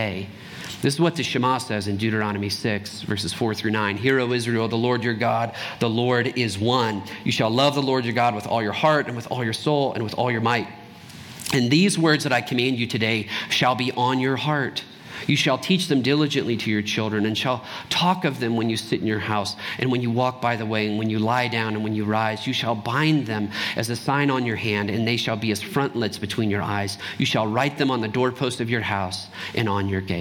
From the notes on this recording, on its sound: Trinity Anglican Church Littleton, CO.